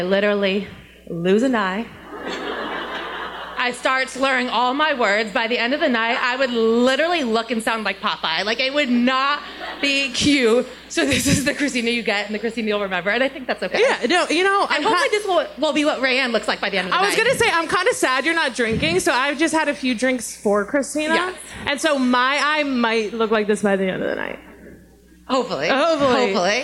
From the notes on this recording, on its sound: LIVE SHOW IN NYC. We’re still not over our first live podcast show in NYC!! Live Ask Away segment with the audience.